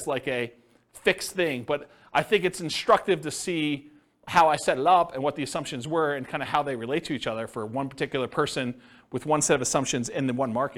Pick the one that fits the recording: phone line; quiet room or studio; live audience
live audience